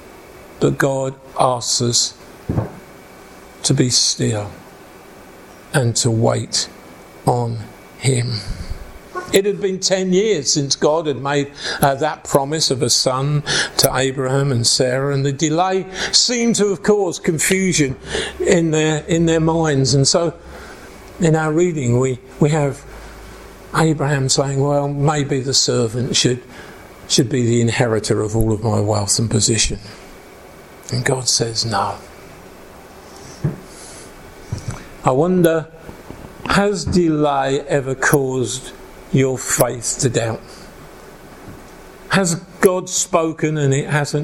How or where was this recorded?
large echoing room